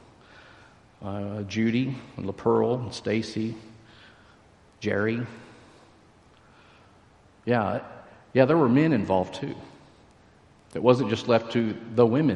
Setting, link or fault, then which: setting, large echoing room